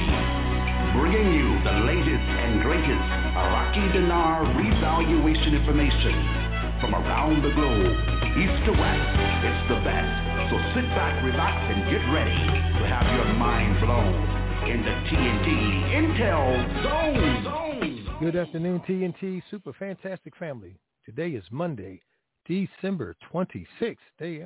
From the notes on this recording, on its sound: TNTSuperfantastic Conference Call